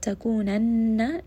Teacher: noon has shadda here, so give it a little bit of ghunna, bring it up into the nose